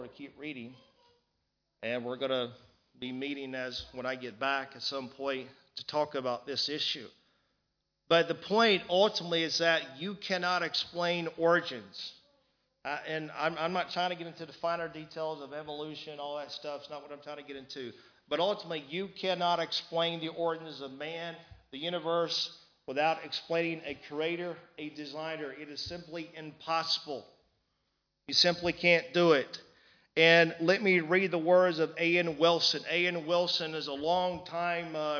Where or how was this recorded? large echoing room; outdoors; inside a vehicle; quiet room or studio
large echoing room